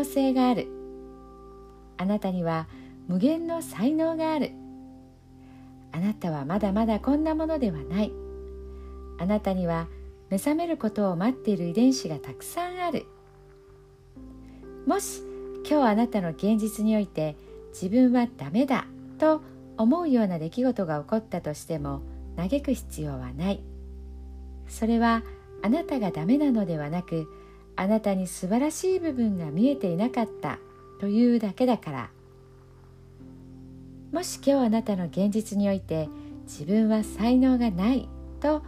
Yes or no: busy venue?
no